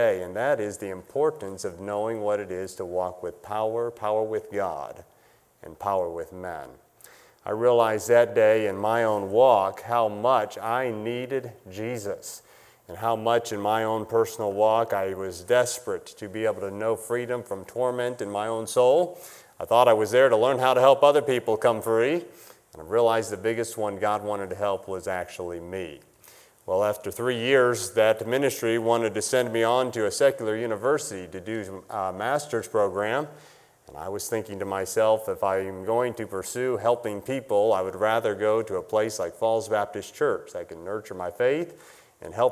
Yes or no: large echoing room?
yes